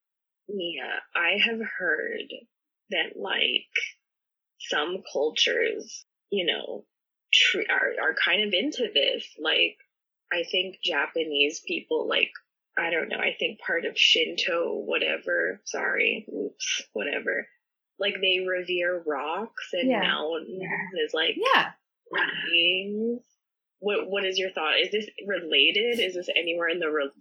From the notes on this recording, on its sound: The audio is a little wonky.